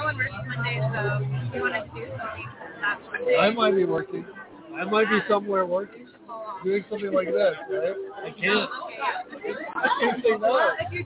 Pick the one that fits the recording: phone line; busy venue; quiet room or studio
busy venue